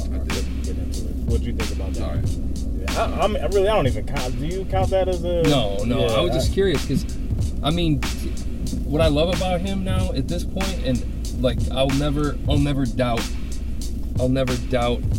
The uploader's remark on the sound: as we were rollin in the car